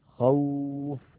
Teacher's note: أيضا التقى ساكنان والأول منهما حرف لين واوي